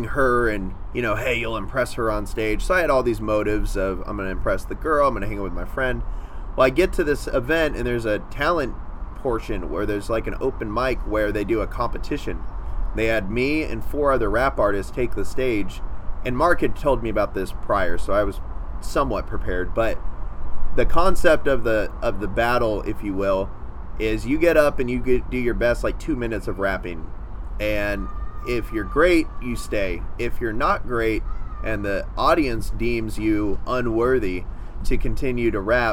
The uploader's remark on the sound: We recorded on a 4th floor balcony overlooking downtown Nashville's famous "Gulch"! We also recorded a segment inside with a bit better noise control, but the whole thing slaps!